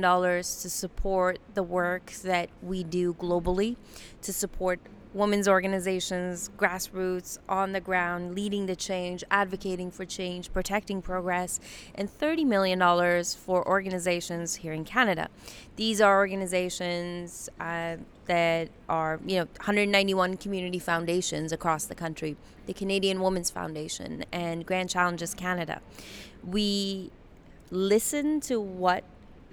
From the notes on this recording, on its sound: On location at Women Deliver in Vancouver. This year's Women Deliver conference was held in Vancouver, B.C.